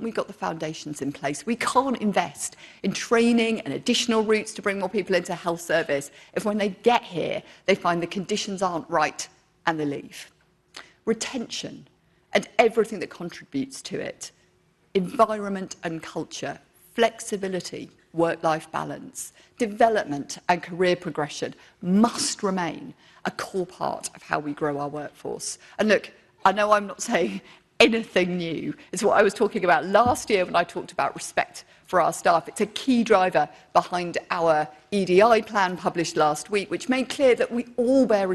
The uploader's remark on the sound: speech to NHS Confed Expo conference, 14 June 2023